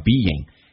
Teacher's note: Be 跟 in 可以有一个连音，这是元音跟元音之间的连音，不是加 wa 就是加 ye，这边加个 ye 叫 being。